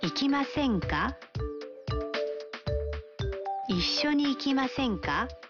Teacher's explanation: Sentensi hiyo imeundwa kwa kubadili mas ya kitenzi cha umbo la mas na kuwa masen. Kisha kuongeza ka mwishoni na kupandisha kiimbo